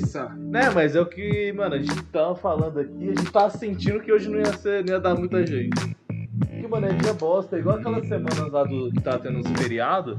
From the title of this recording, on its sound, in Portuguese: O ÁUDIO FICOU UMA MERDA MAS ESCUTA MESMO ASSIM